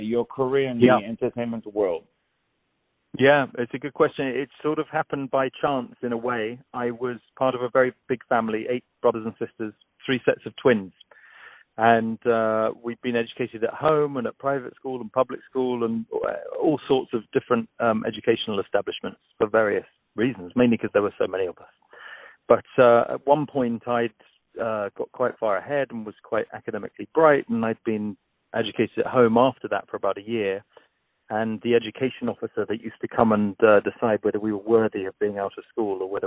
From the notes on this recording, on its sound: On the phone.